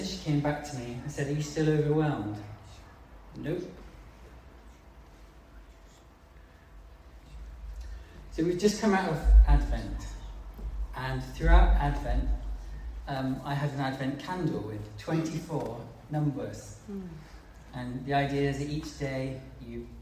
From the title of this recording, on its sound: Live meeting 27 12 2020